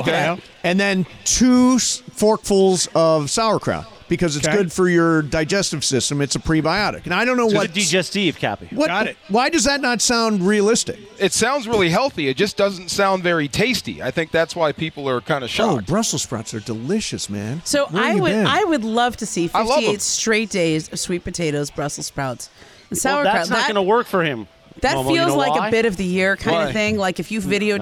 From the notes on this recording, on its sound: We're live from Yaamava!